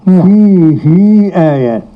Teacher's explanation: قرأ ابن كثير بصلة الهاء حركتين. فيه آيات يصل الهاء بيا والباقون بدون صلة.